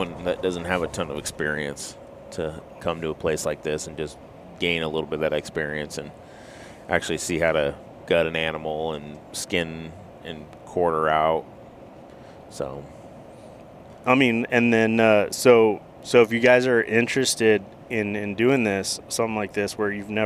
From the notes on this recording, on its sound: Road Trip. We have a good time driving down to Paso Robles.